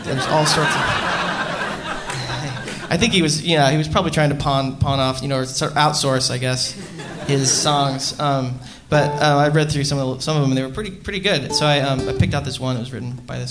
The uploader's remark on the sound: Recorded November 20th at Largo at the Coronet